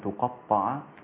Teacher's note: تقطع، بضم التاء لا بفتحها كما عند حفص